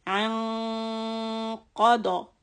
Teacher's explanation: Here the noon of إخفاء is affected by قاف. So raise the back of the tongue when you do the noon. أنقض. قاف and ضاد heavy.